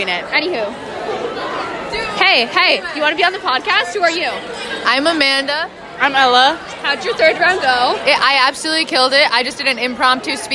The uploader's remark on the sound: We are on stage for Prose Awards.